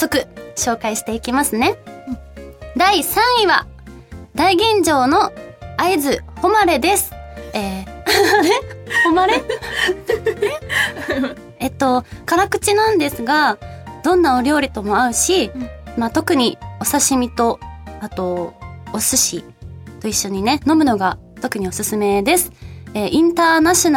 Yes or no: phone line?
no